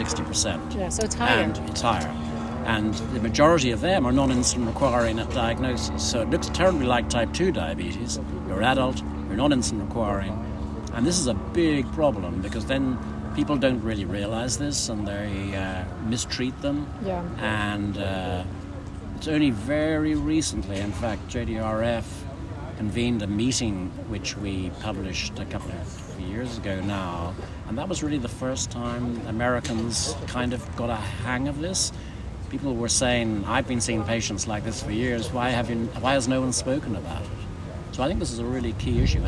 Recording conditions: busy venue